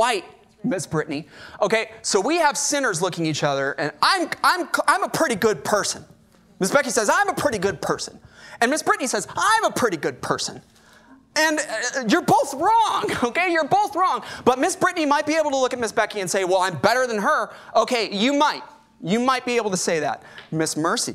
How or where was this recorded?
large echoing room